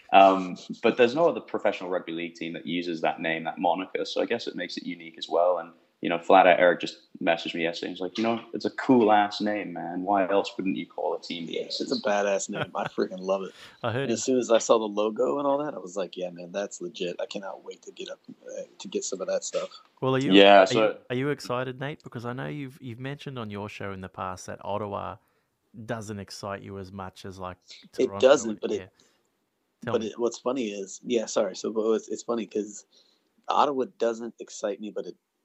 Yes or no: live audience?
no